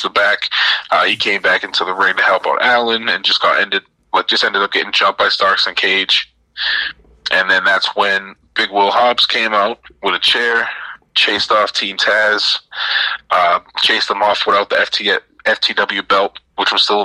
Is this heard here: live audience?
no